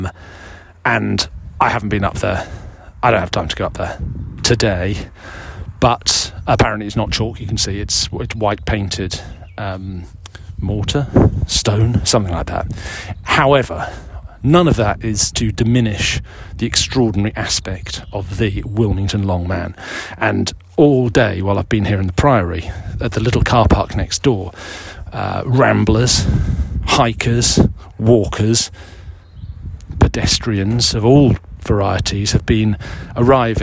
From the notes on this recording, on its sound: This week’s edition was recorded in the grounds of Wilmington Priory in Sussex, near the south coast of England.